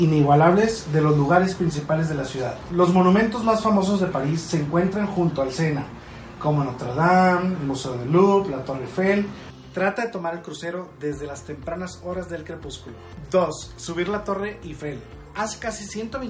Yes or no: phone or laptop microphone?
yes